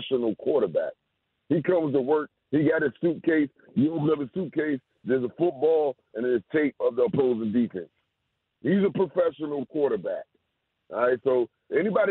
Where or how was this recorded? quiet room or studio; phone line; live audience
phone line